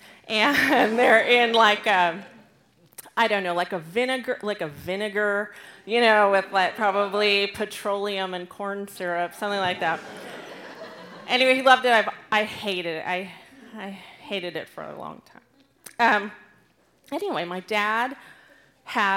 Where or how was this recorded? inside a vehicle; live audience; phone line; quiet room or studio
live audience